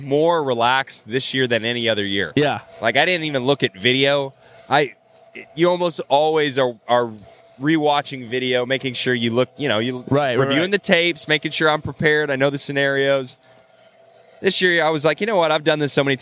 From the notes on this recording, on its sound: Come to you live from the LITERAL WINNER'S PODIUM AT THE INDY 500! We're looking at the dried milk on the backdrop.